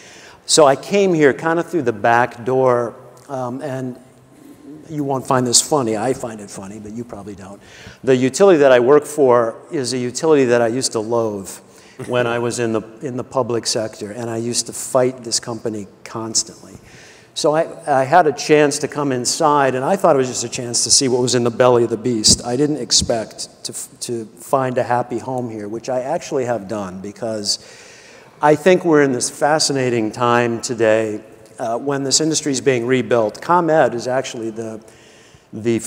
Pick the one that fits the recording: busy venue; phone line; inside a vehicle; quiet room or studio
busy venue